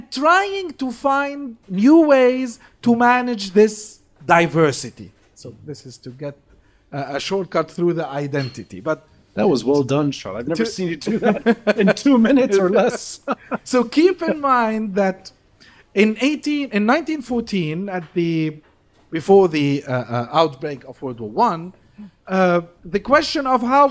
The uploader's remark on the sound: Live Video. The first of a live series at Aaliya's Books.